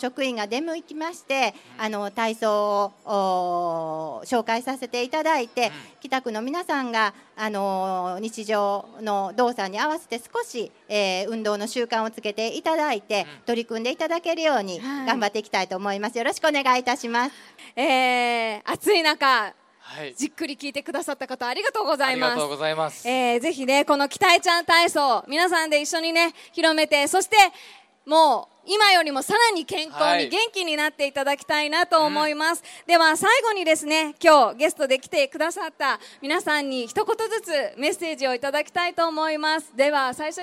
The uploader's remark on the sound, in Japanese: 府立清明高校で「北区民ふれあいまつり」が催されました。RADIO MIX KYOTOは、ステージ上で公開収録を行いました。